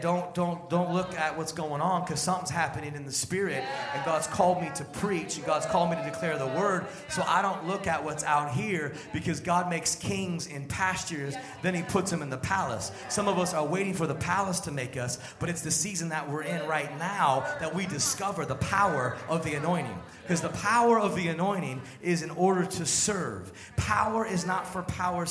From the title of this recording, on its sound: Sunday Service Live Stream